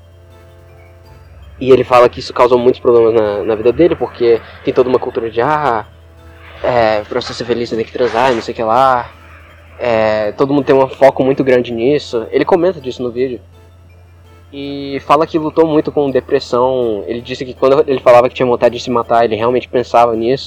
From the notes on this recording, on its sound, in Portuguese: O áudio não ficou tão bom porque foi gravado ao ar livre